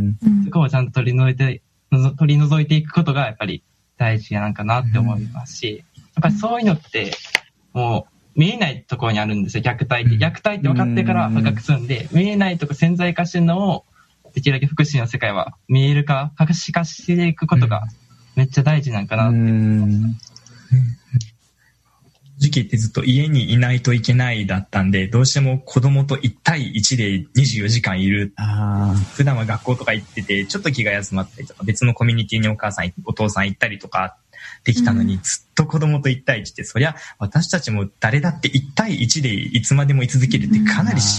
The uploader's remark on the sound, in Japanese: この番組は、20年7月2日にオンラインにて収録した音源を放送しています。